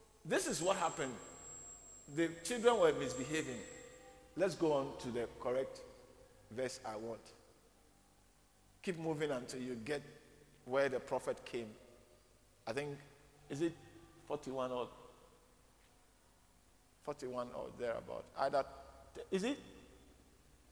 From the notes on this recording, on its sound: preached at the Living Waters Cathedral